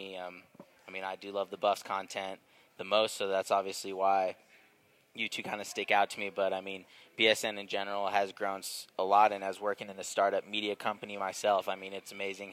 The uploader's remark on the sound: record live from the grounds of their new presenting sponsor Blake Street Tavern